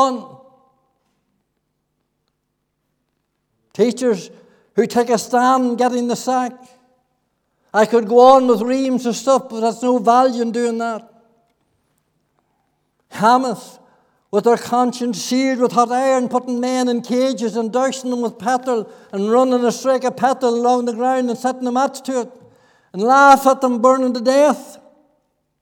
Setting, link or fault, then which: setting, large echoing room